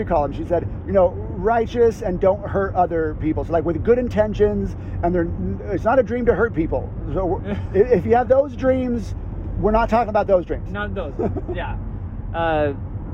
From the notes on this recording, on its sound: I'm at a conference this week. This episode I broadcast live from my minivan with a special guest and friend.